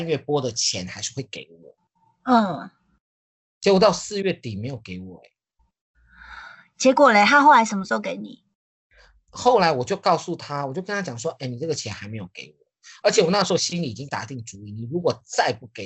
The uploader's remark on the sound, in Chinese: 這集節目是在2021年台灣新冠肺炎最嚴重，全國三級警戒的時候錄製的。用skype錄製，聲音還行。在線上對談。